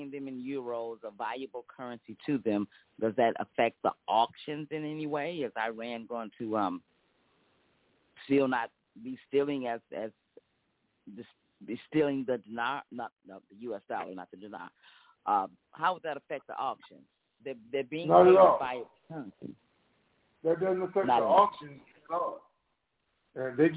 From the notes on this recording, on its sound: TNTSuperfantastic Conference Call